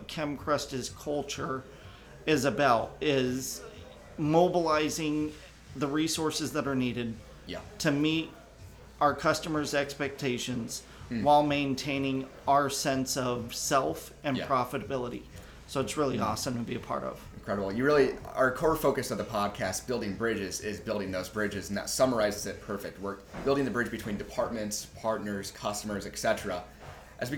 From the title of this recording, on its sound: LIVE From Kem Krest’s 2023 Leadership Retreat